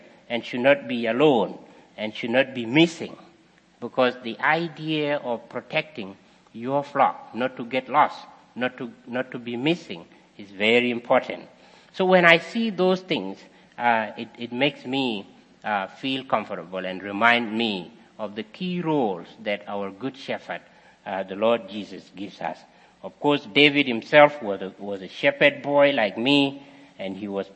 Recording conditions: large echoing room